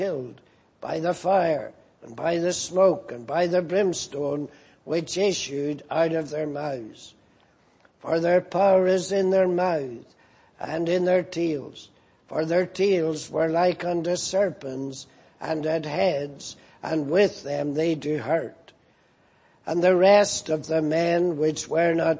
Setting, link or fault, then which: setting, large echoing room